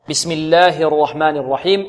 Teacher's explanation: بسم الله الرحمن الرحيم، الراء في البسملة مفخمة، الراء بسم الله الرحماني، والحاء مرققة، والرحيم كذلك الراء مفخمة والحاء ماذا؟ والحاء مرققة